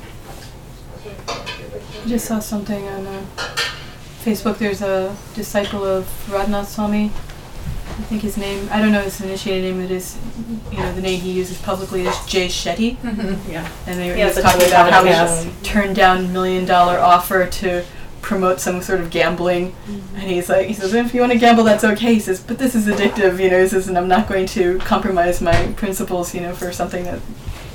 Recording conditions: sounds in the background